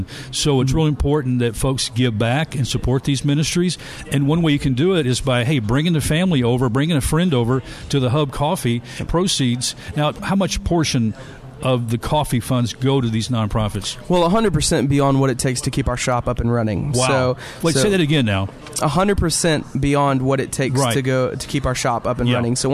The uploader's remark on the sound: Live from the HUB Coffeehouse